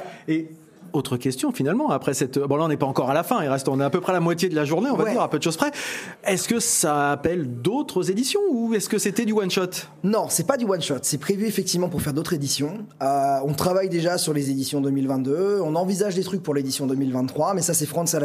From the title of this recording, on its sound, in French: L'EntrePod se balade au Drakk fest